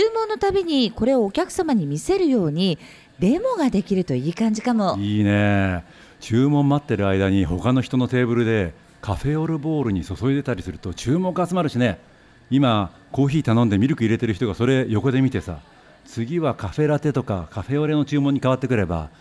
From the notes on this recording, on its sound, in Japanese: 都内で公開収録を開催し、リスナーにもラジオドラマに参加いただきました。